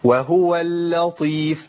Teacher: اللام عندي مرققة، جي بعديها طاء مفخمة